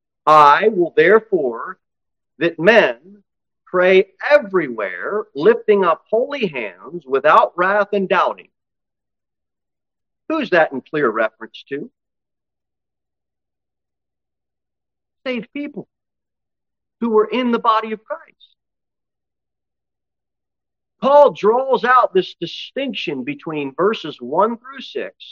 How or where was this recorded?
large echoing room